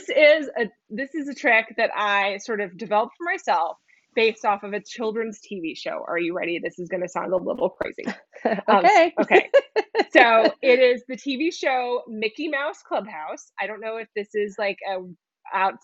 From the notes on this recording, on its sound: This interview was part of a Instagram Live series.